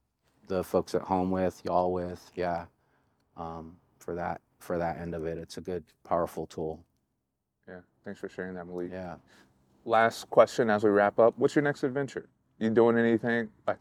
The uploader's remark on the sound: joins the podcast from Washington Park in Portland, Oregon